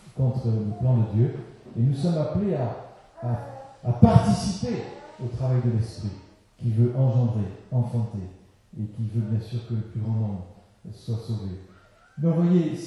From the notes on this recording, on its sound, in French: Excusez-nous pour la mauvaise qualité de cet enregistrement.